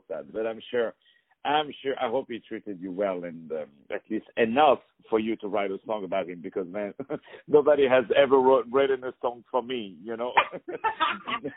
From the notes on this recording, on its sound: On the phone